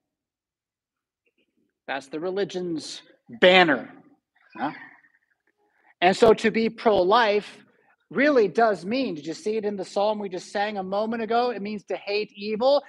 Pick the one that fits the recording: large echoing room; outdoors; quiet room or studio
large echoing room